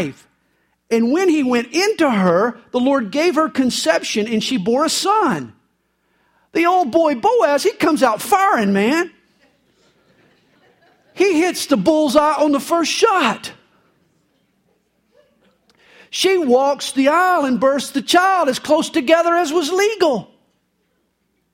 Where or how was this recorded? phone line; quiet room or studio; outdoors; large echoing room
large echoing room